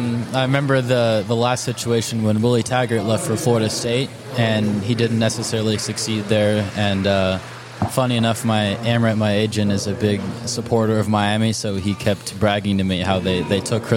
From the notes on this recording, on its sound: A three-day tennis event held in Waikiki, Hawaii. This interview was recorded in the lobby of the Outrigger Reef, which was the 2022 Official Resort & Hotel Partner of the Waikiki 株塾 Cup.